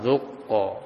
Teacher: jadi mantul saja tapi ke arah fathah karena dia memiliki sifat tebal · Term: qalqalah